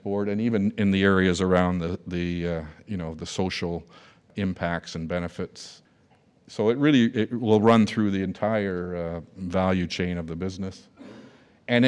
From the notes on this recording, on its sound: a keynote speech recorded live at The Northern Miner's Progressive Mine Forum held at the MaRS Discovery District in downtown Toronto in October 2018